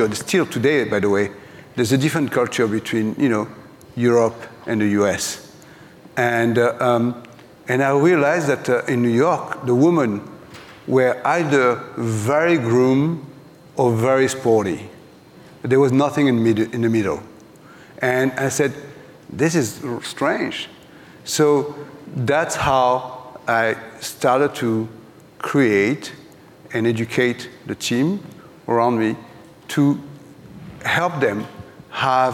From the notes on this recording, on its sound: live at the Glossy Beauty x Wellness Summit